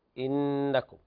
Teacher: طيب المبالغة في الكسرة، اسمعني، المبالغة في الكسرة هذه تولد منها حرف إنكم، هذا خطأ. إنكم بدون ما تبالغ في كسرة الهمزة، لو قلت إنكم المطة هذه تولد منها ياء إنكم.